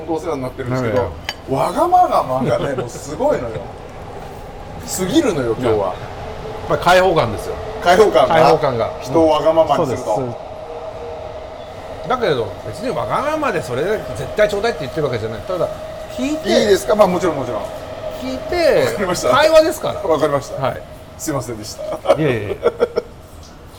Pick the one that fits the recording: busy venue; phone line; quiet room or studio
busy venue